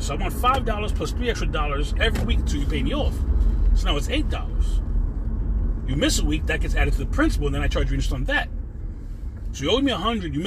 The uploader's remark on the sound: In this CarCast.